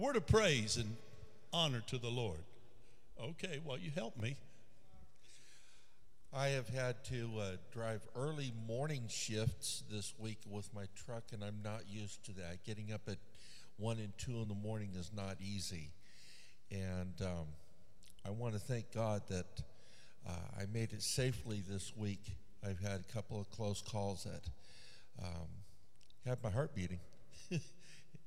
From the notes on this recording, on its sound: Trinity Church Live